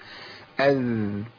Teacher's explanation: يبقى جريان الصوت في الذال · Term: الرخاوة